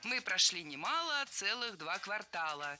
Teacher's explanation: Всегда в слове «квартал» ударяем второй слог.